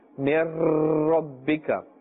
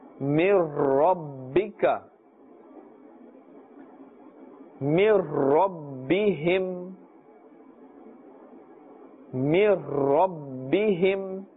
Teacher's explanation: We are not stretching and pulling the sound here. We are saying in a normal manner without pulling, without elongation, without ghunna. · Shown in: second take